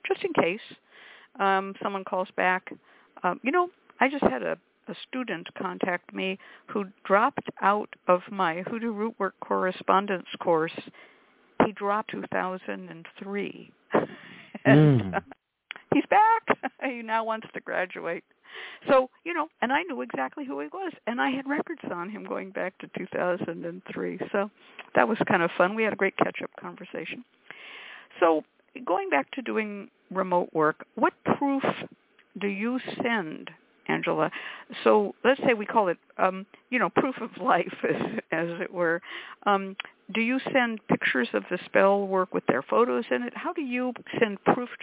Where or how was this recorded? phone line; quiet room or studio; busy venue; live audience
phone line